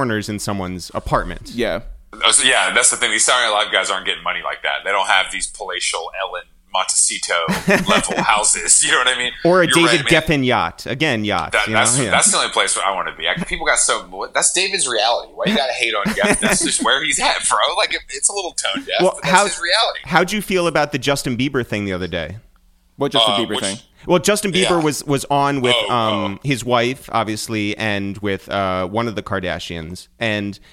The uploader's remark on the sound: We make calls from our Upper West Side apartment. Currently living on a kibbutz in Upstate New York. We then call over to Brooklyn.